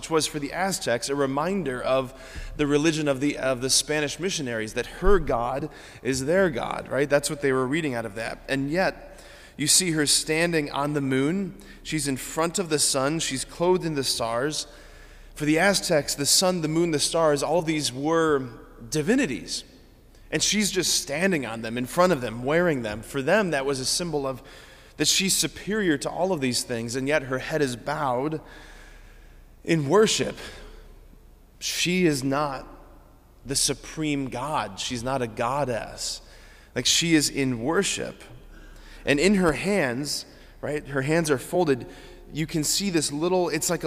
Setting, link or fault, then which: setting, large echoing room